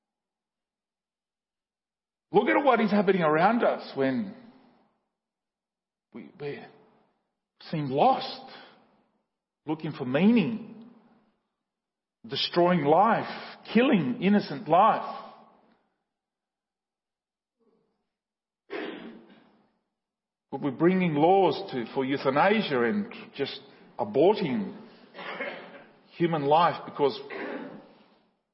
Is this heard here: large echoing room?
yes